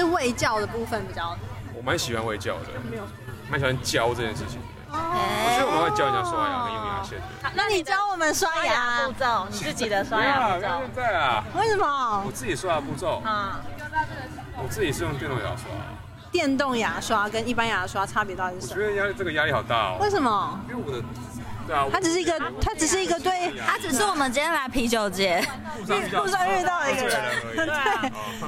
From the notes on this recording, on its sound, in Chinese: 本集在戶外錄音